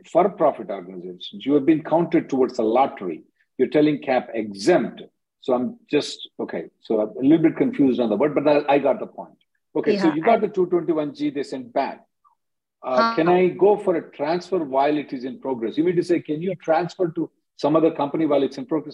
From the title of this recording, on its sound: Conference Call